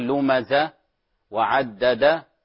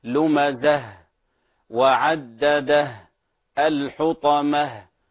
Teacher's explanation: تاء التأنيث تتحول إلى هاء وفيها صفة الهمس · Shown in: second take · فاحذروا أن نقف عليها بألف، احذروا أن نقف عليها بألف، فلا نقول لومز وعدد، وإنما هي هاء وفيها همس، لومزه وعدده الحطمه، فانتبهوا لهذا بارك الله فيكم أجمعين.